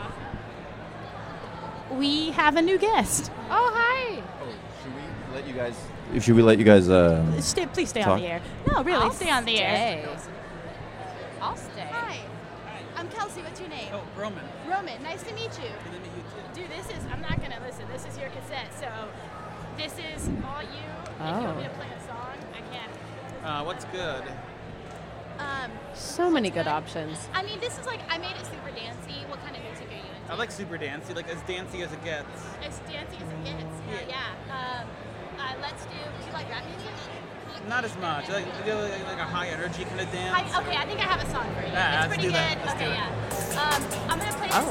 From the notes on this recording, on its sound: Live from INTERNET YAMI-ICHI: Up Late.